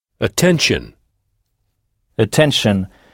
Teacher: Attention. Oui, écoutez bien le A initial prononcé E